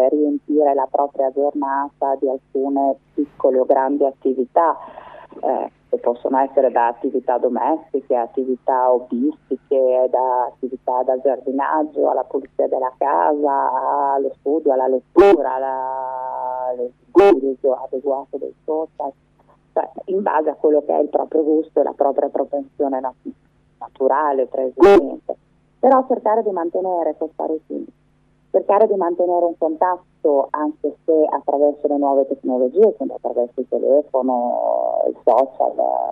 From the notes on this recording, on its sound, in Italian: TELEFONO O SKYPE.